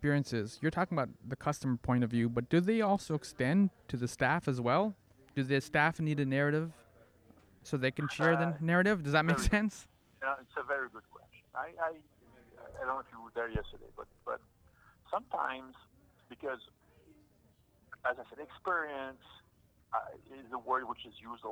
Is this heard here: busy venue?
yes